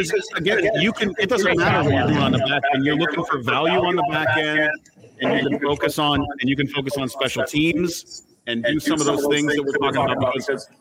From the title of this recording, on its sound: Live from Forrest City Brewery